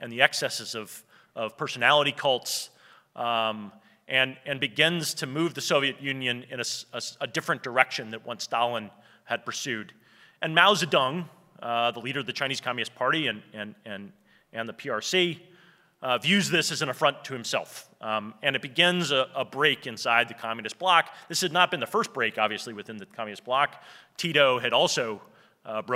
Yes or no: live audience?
yes